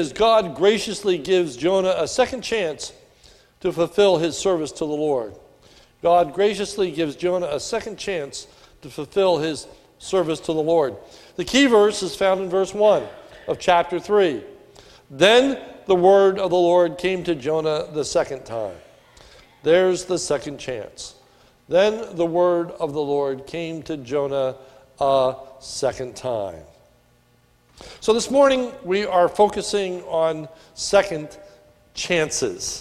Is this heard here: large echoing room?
yes